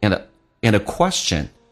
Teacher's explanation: in 说成 an, the 用降调读变成 and a question